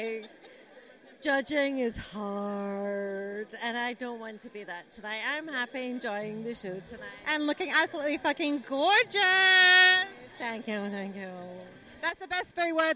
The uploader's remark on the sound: An in the moment account of the highly anticipated "MX Burlesque WA" finals for 2023. Discussions on the red carpet and live reactions of the event from the audience.